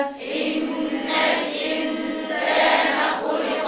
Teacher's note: النون بتاعت إن والنون بتاعت الإنسان الاتنين فيهم غنن